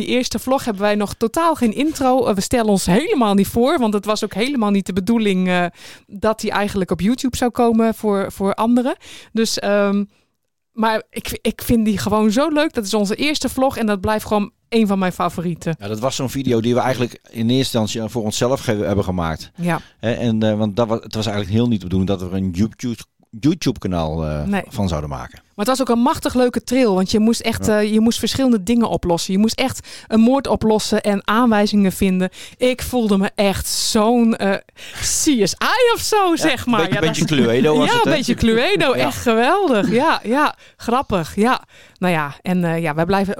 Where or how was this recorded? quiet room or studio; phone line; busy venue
quiet room or studio